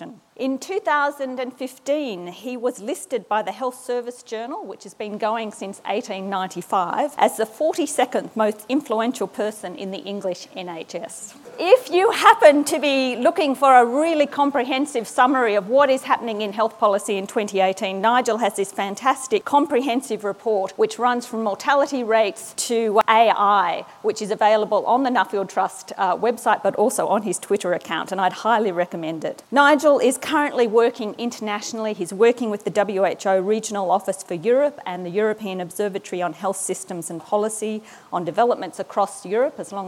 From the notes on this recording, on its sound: The inaugural John Deeble Lecture was presented at Parliament House on the 18th of October 2019 by the Australian Healthcare and Hospitals Association.